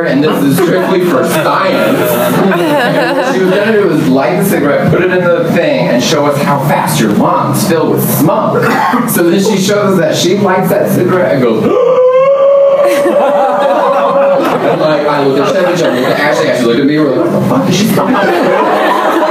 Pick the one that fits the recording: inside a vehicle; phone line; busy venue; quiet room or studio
busy venue